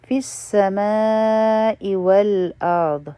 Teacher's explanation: په السماء کې دا مد متصل دی او د دې مقدار څلور حرکا دی